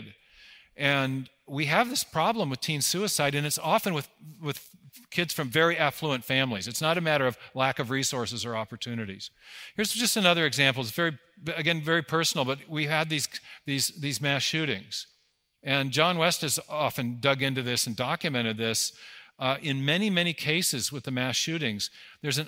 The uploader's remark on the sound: 2023 Dallas Conference on Science and Faith